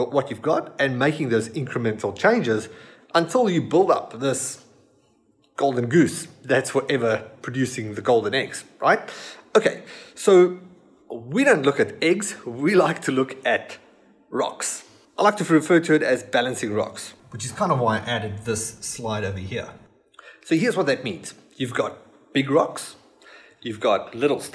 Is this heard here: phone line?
no